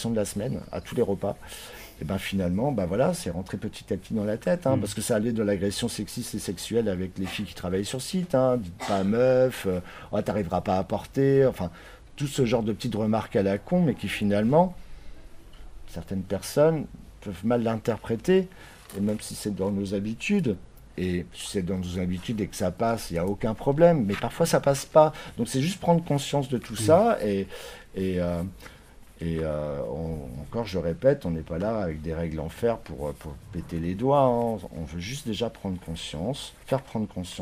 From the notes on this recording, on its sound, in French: C’est dans une petite cour intérieure ensoleillée, entourés d’oiseaux et située tout près la place Guérin. Astropolis s’empare de Brest.